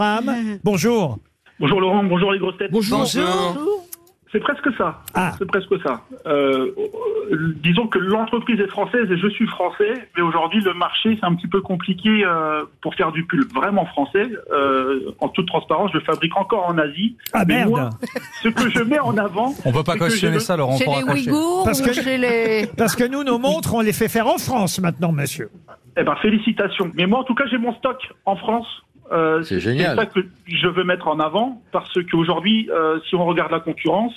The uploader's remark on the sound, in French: était au téléphone des Grosses Têtes